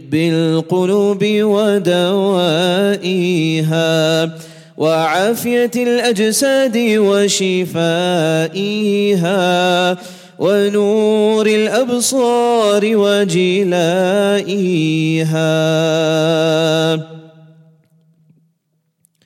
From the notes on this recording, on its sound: at the Houghton Masjid (West Street)